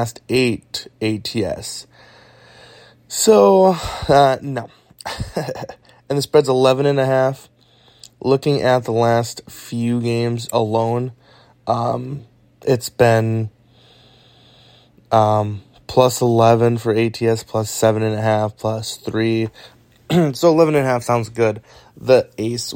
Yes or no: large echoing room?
no